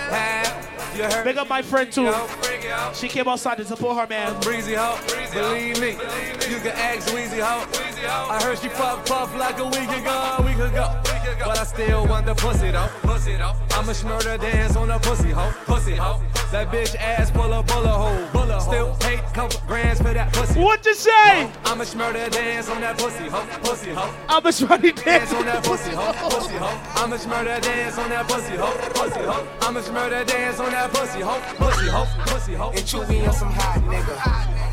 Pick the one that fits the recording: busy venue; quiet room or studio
busy venue